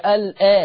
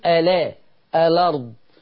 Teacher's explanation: اللي بعده حكم النقل لورش، قرأ ورش بنقل حركة الهمزة إلى لام التعريف · Shown in: second take · يعني كلمة ال أول كلمة تطلع لنا ال آ الأرض، هو ما يقولش ال آ، هو يقول ألا الأرض.